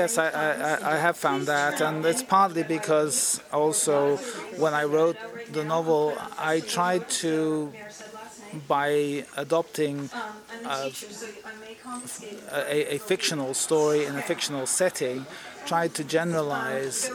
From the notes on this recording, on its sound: podcast from the 2016 Sunshine Coast Festival of the Written Arts